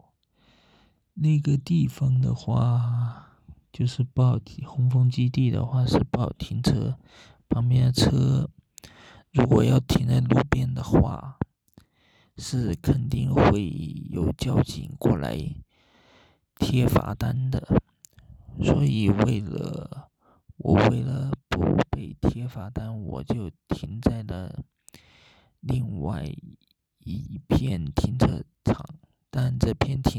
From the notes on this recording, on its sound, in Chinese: 深夜录制，声音不好，敬请见谅！